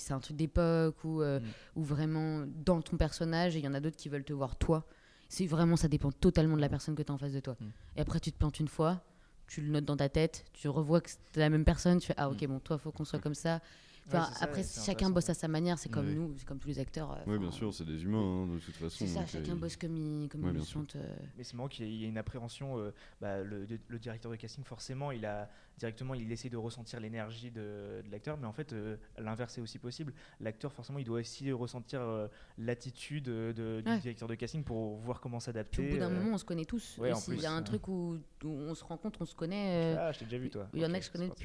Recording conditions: busy venue